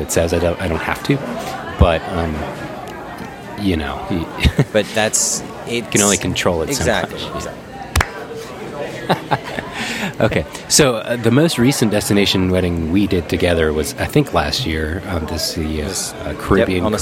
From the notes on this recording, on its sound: We apologize in advance for the background noise in this one as it was recorded in the middle of a busy airport before an impending blizzard. Pre-blizzard epicast.